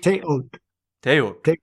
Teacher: The L at the end is silent.